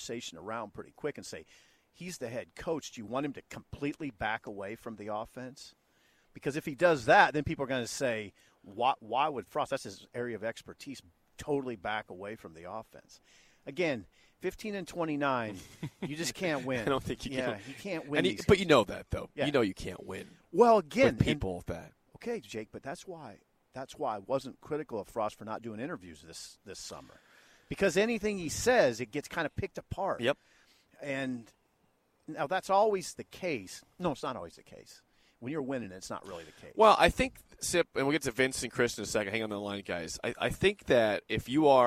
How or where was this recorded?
busy venue